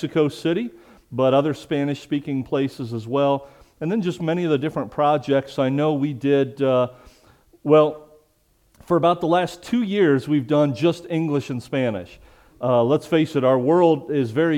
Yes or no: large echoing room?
yes